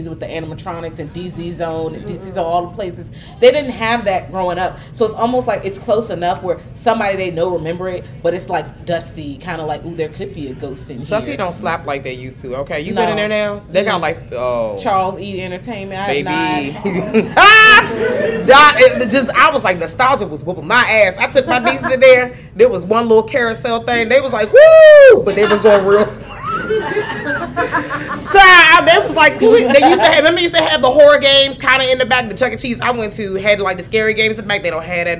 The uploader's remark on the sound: For a LIVE podcast recording at Blerdcon 2023.